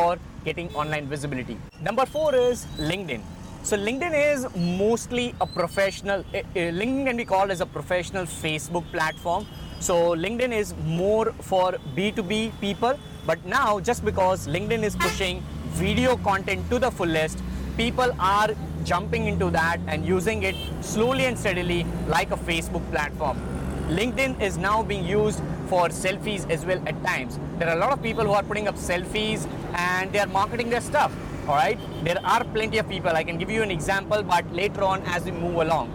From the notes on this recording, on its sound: I did this episode while I was on my way back to my place today. I am in love with my RodeMic & Gorilla Tripod which are making these kinda podcast episodes happen while I am driving.